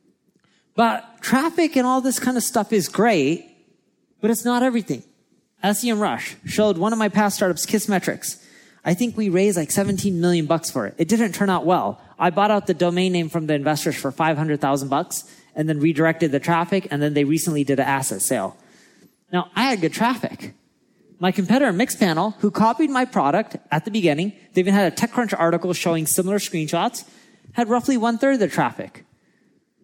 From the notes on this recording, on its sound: recorded at our Marketing School Live event in LA